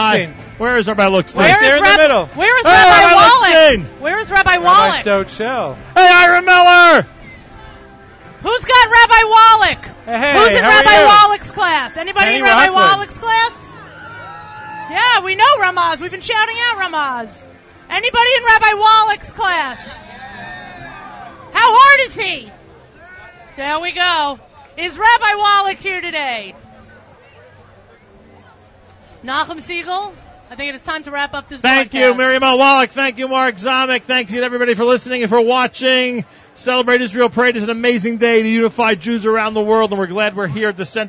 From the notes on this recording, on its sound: Broadcasts Live from the 2015 Celebrate Israel Parade in NYC. Bring you the sights and sounds of this year's Celebrate Israel Parade on Fifth Avenue in NYC.